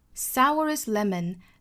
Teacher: sourest 尾部 t 不发音了